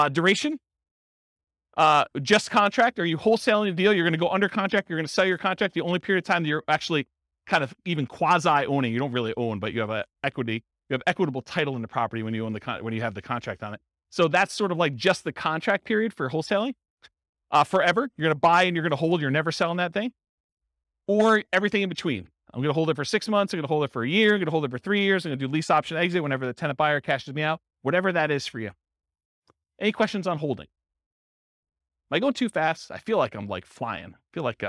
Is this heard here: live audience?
yes